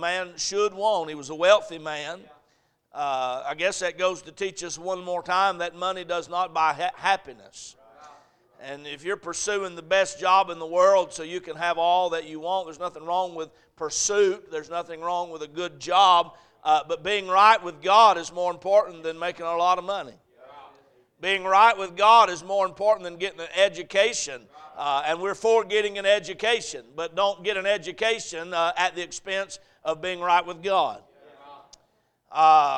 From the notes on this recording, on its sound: A message preached at Crossroads Baptist Church